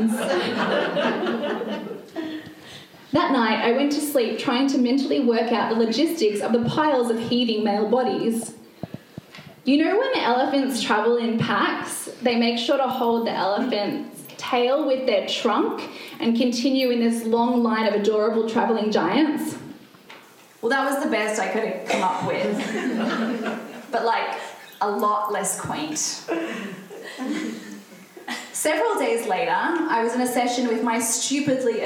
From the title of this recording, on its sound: Live reading from book launch 2022